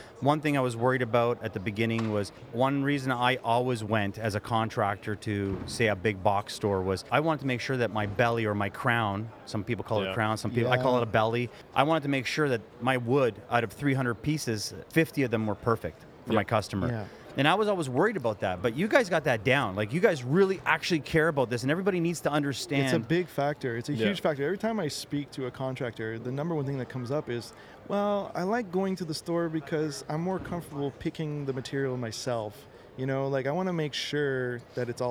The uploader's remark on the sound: Recorded live at the recent Buildings Show in Toronto.